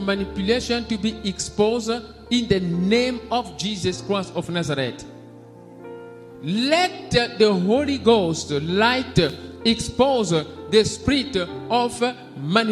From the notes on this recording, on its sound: SUNDAY LIVE SERVICE